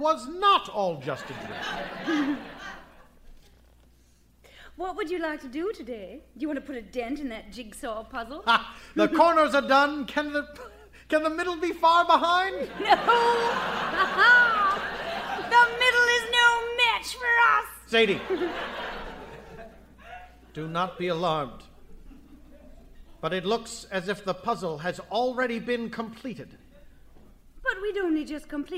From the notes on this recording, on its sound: Recorded Live 9/10/2010 at Largo, Los Angeles.